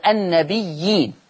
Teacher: هذه الياء تمد مدا مشبعا لأنها مد متصل، إين مد بدل ولورش ثلاثة البدل.